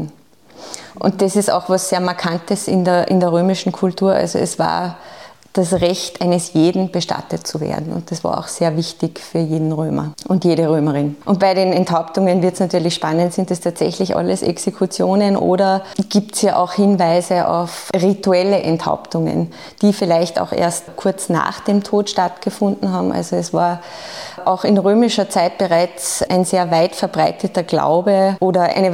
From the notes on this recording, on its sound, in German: Laden die "Salzburger Nachrichten" zum Live-Podcast in den SN-Saal. Eine Folge vor Publikum.